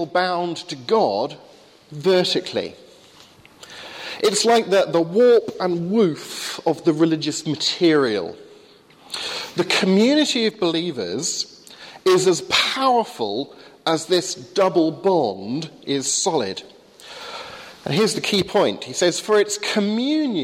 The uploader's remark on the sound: Sermon on Psalm 128 at the 8am service, Highfield Church Southampton.